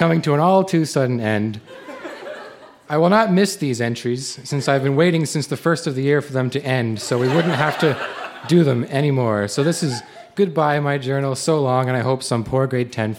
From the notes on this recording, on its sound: Recorded live at The Guild in Charlottetown, PE.